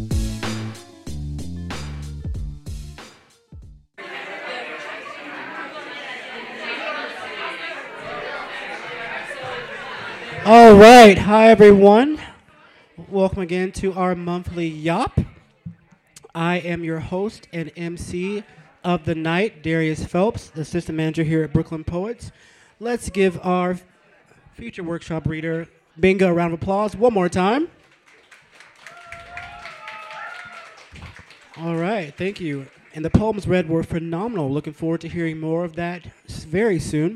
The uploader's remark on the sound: Brooklyn Poets Yawp open mic